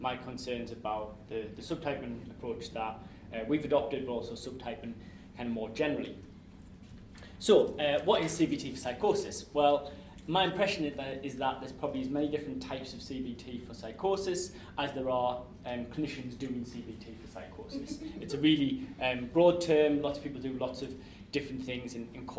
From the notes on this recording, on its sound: This podcast was recorded on Thursday 12 March 2015 as part of the Hearing the Voice Lecture Series.